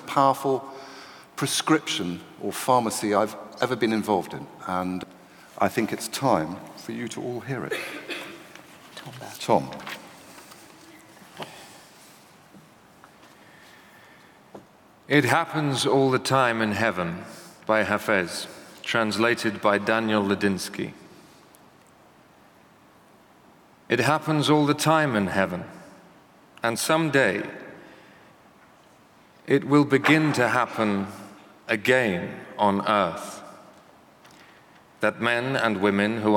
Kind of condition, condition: setting, live audience